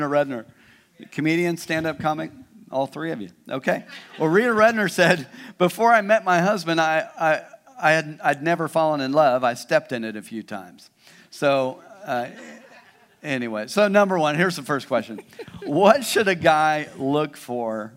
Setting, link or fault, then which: setting, large echoing room